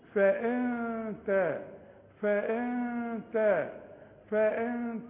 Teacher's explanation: شوف الغنة مرققة ومش هستعمل لساني